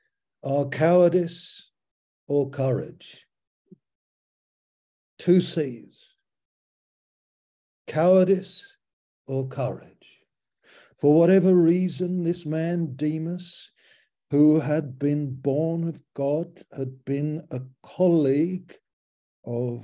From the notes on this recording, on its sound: Malaysia Meets (Zoom).